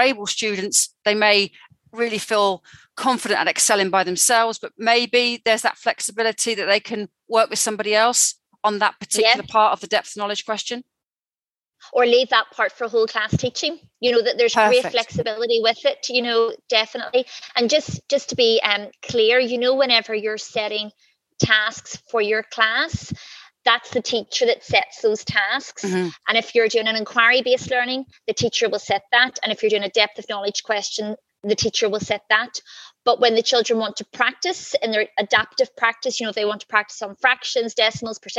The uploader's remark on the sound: This episode is an edit of a live webinar and therefore will contain references to images and other resources throughout the episode.